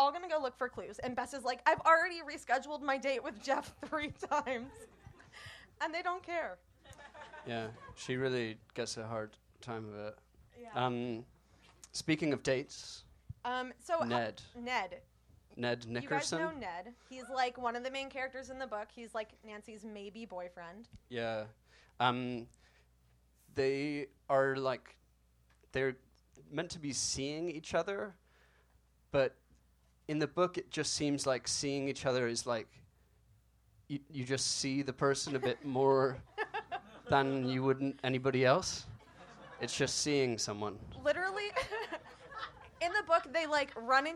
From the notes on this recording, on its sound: Book Club is a comedy variety show. Live sound and recording by Harry Scott. Recorded live January 27, 2018 at Union Hall.